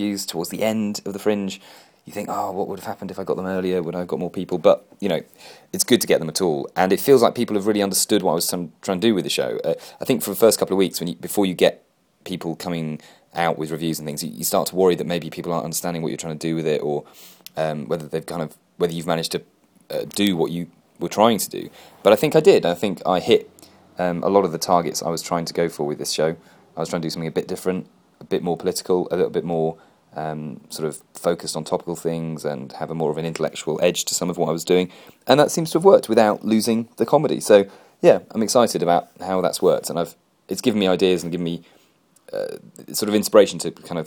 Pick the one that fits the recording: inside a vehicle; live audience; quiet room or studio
quiet room or studio